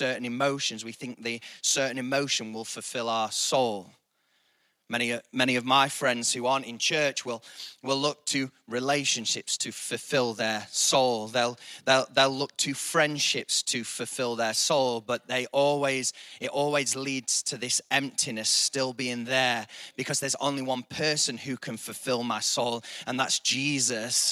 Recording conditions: large echoing room